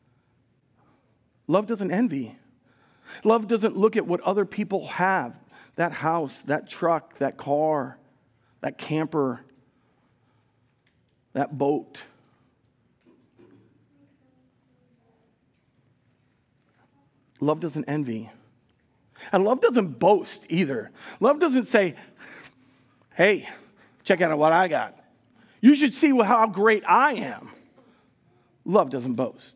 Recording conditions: large echoing room